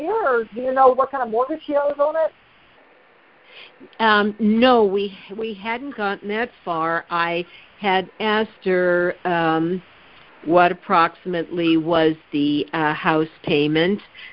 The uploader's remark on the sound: Gold Club Q&A Call